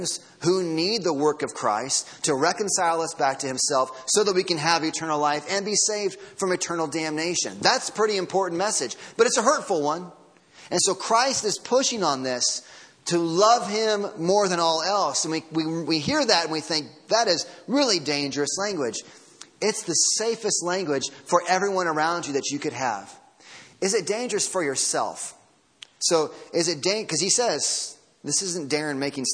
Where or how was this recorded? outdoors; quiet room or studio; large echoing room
large echoing room